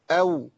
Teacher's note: بهيئة للشفتين اللي هي المط للأمام، يبقى الواو تخرج من الشفتين بفرجة